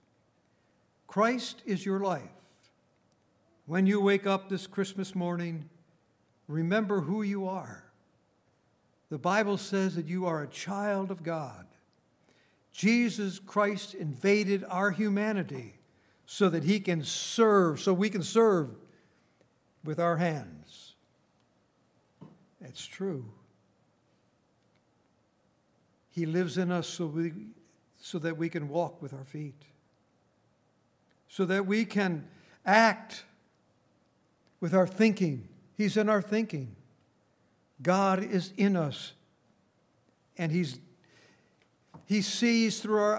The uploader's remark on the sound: Recorded on December 23, 2018, at Grace Bible Fellowship in Front Royal, VA.